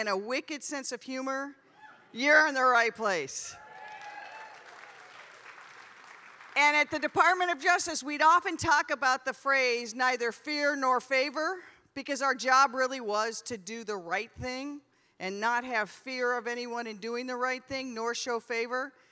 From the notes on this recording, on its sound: In this talk he muses to a Seattle audience. It took place at the Neptune theater March 27th.